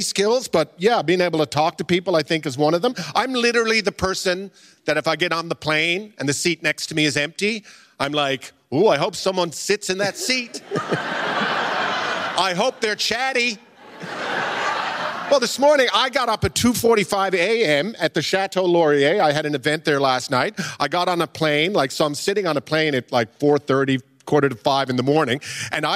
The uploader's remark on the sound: At a live event in Toronto’s Glenn Gould Studio